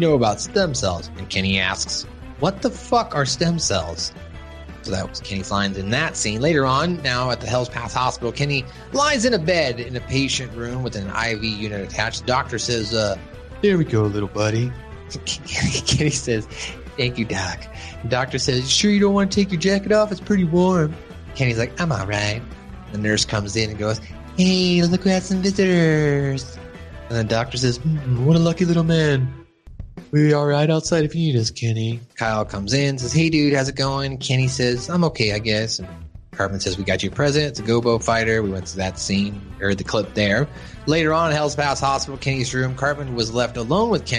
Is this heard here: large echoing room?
no